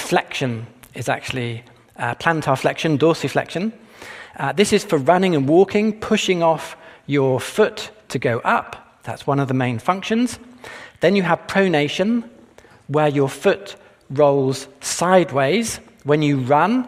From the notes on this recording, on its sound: This presentation was taped at the 2022 Westminster Conference on Science and Faith in the greater Philadelphia area, which was jointly sponsored by Discovery Institute’s Center for Science and Culture, and Westminster Theological Seminary.